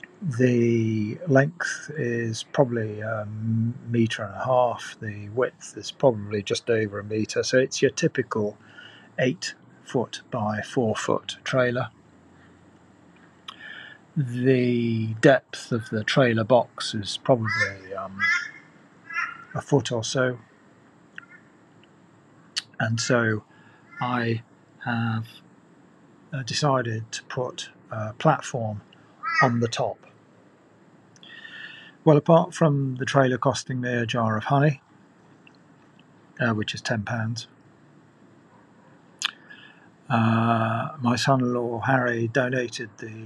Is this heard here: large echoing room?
no